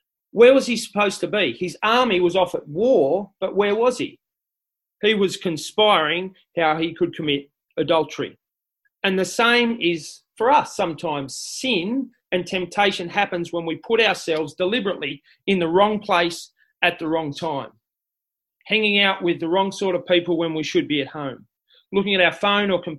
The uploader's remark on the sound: This talk was delivered via Zoom.